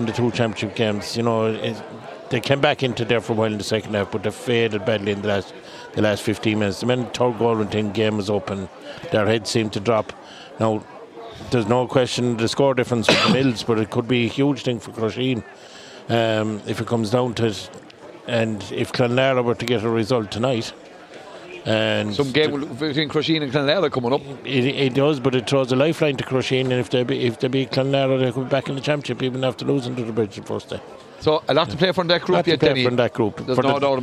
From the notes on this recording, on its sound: Crusheen vs O’Callaghans Mills. Outside broadcast.